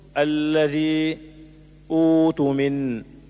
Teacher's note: مثال: الذي أؤت من تقرأ وصلا الذي أؤت من، وتقرأ ابتداء بتحقيق همزة الوصل المضمومة وإبدال همزة القطع واوا يناسب ضمة همزة الوصل